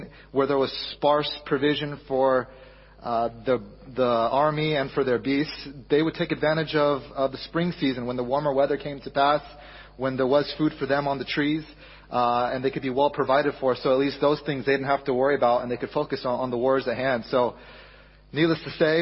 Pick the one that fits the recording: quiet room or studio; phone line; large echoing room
large echoing room